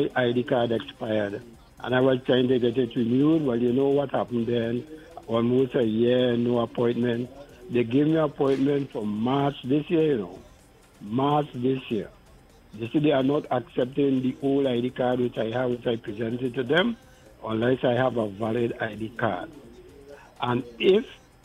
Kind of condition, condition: link, phone line